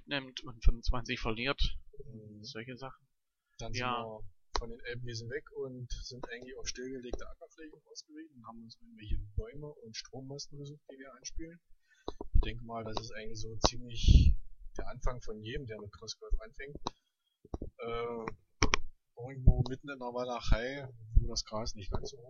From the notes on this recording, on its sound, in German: Wir bitten also, die Tonqualität für unsere Pilotfolge zu Entschuldigen.